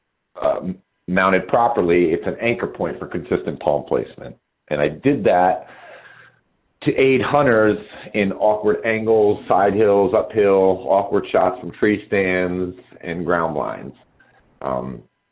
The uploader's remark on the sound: live listener calls